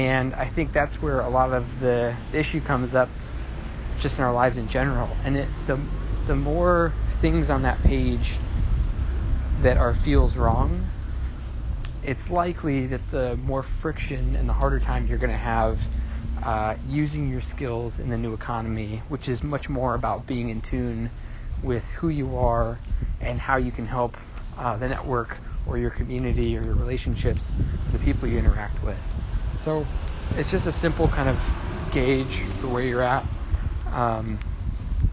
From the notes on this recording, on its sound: an Audio Note from the Desert